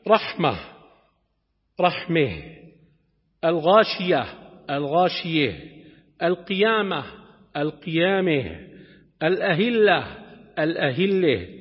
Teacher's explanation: قبل تاء التأنيث يجوز الإمالة